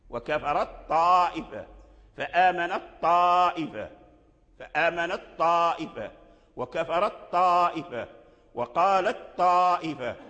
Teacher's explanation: فأدغم التاء في الطاء باتفاق